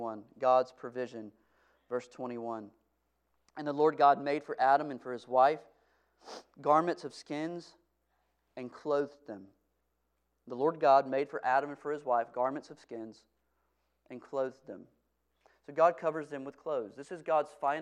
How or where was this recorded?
large echoing room